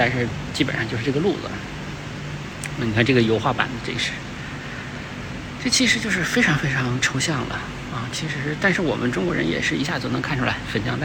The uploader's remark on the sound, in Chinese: 这是一个视频，也没有任何的准备，就是在看展现场一边看一边谈感受。清华艺博。